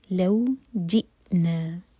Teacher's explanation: حمزہ پر cut off sound لیکن قلقلہ نہیں ہونا چاہیے